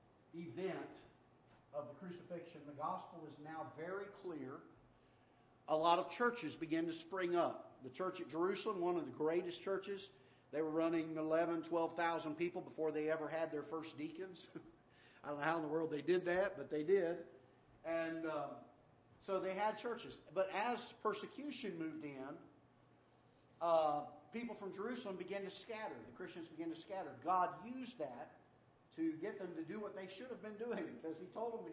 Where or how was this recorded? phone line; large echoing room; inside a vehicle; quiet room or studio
large echoing room